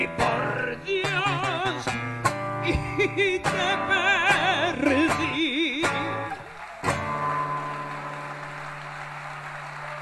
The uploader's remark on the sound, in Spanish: Transmisión del TangoBA Festival y Mundial desde la Usina del Arte.